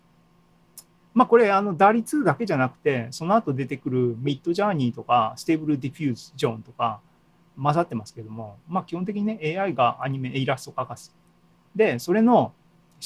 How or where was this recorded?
video call